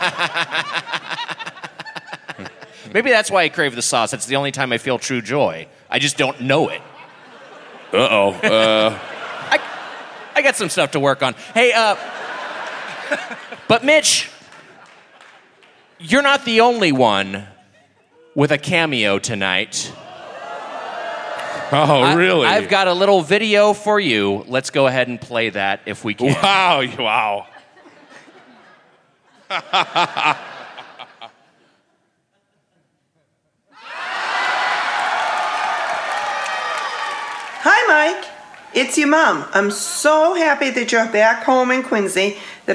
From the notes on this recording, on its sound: Recorded live at The Wilbur.